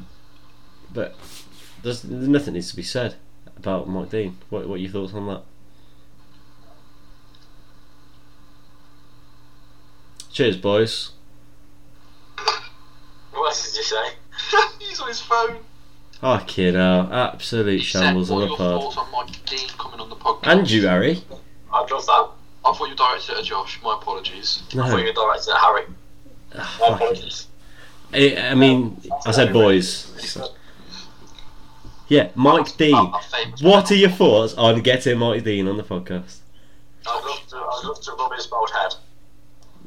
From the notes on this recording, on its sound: With bad audio